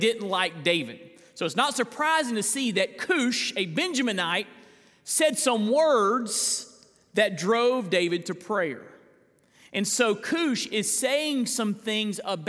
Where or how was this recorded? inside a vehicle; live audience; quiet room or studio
live audience